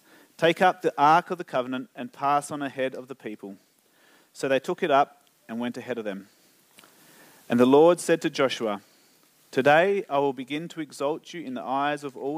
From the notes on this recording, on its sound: Recorded Live on 4th June 2023. Geraldton Baptist Church.